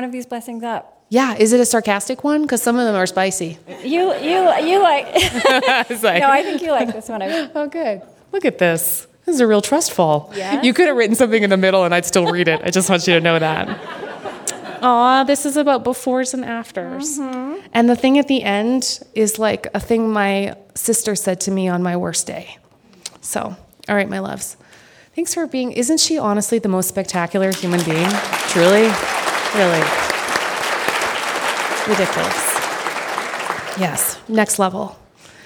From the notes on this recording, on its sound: This special On Being episode was taped live with an audience at the Aspen Ideas Festival.